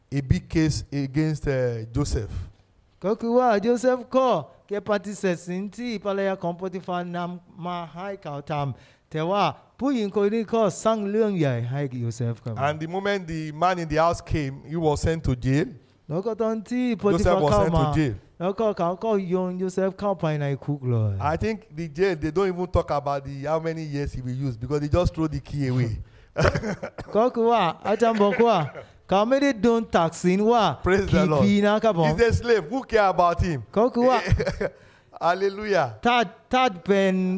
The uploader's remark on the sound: This sermon was Preached Live